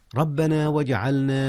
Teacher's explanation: هنا قلقلة يا أستاذنا. قلقلة الجيم في جعلنا